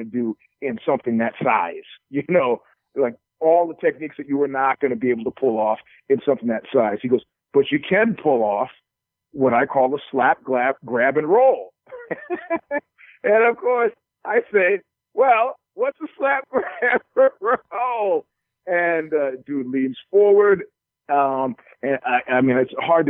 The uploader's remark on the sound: joined on the phone